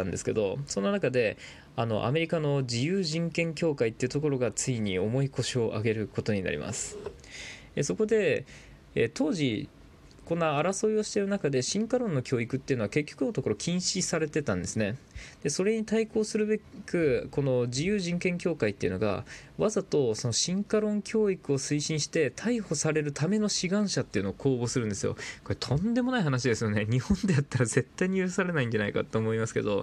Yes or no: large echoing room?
no